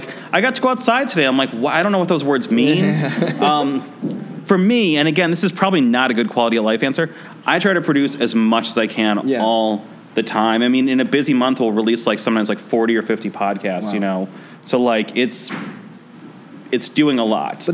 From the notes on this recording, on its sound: Industry Interactive is Dynasty Podcasts' live workshop series. The live conversation served as the keynote at Chicago Inno's music tech State of Innovation event, held January 26th at General Assembly Chicago.